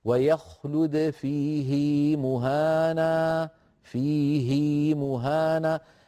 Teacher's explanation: لو نظرنا إلى كلمة فيه مهانا، هذه الهاء هاء ضمير، ولكن قبلها ساكن، قبلها ياء ساكنة، يعني لم تقع بين متحركين، ومع ذلك فإن حفصا رواها بالإشباع